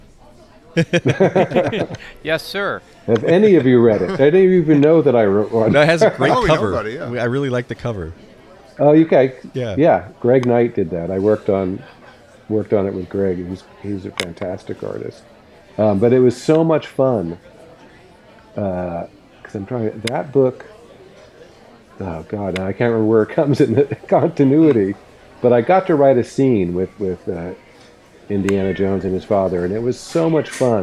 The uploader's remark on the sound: Live from the Lion's Head